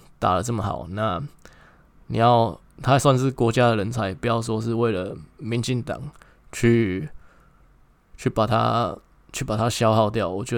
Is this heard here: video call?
no